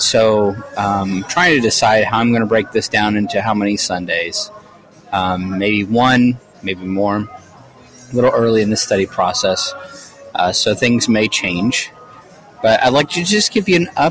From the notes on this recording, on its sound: This episode comes to you live from Minneapolis, MN. I am at an AVID conference.